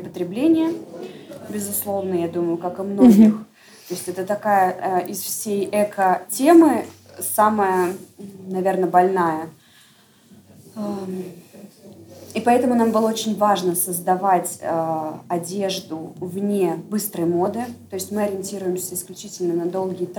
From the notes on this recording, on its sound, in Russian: Открытая запись подкаста вместе с Fashion Factory School в Универмаге Trend Island